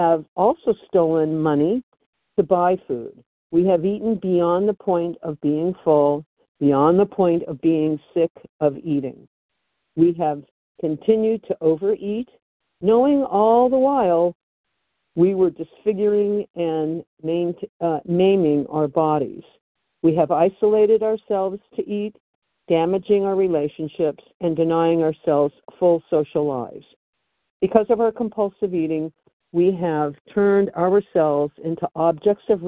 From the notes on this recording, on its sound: Phone Meeting, 12/28/23.